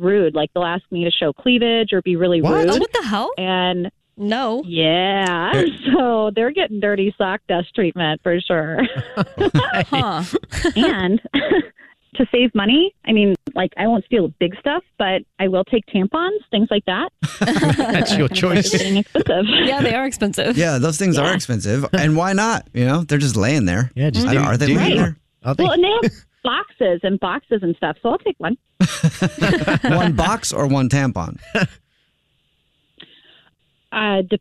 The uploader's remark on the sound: Called into The Jubal Show.